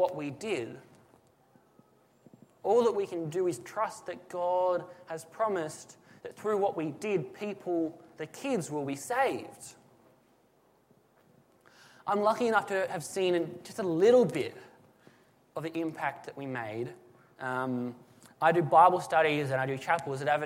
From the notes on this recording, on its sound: This is a sermon that was preached at Lismore SDA church on the 8 July 2017.